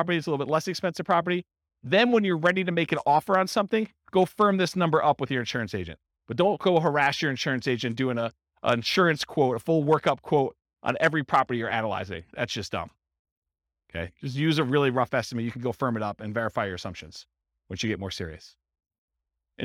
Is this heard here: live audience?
yes